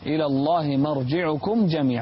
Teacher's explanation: أظهر الميم في مرجعكم جميعا. إلى الله مرجعكم جميعا.